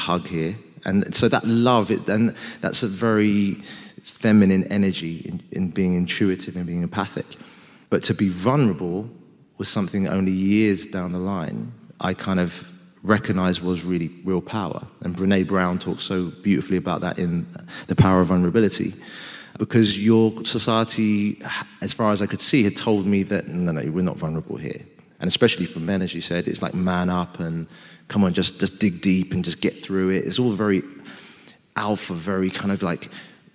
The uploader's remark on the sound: I'll be dropping the recordings of our How To Fail live shows, held at Shoredtich Town Hall earlier this year. With me and with the audience. During the Q&A. This episode was recorded live at Shoreditch Town Hall.